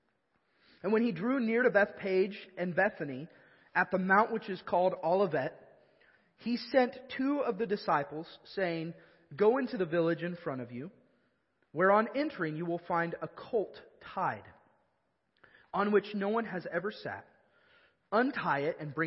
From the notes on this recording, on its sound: Evangelical Free Church of Canton